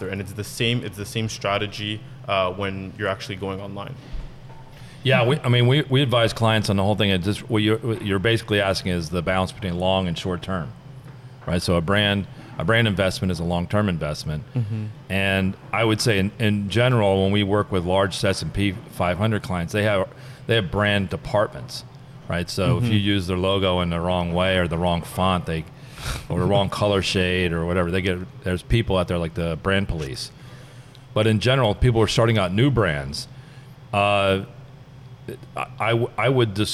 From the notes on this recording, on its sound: The team records a podcast live from San Francisco at an event on the coming apocalypse of retail. Joined by two special guests.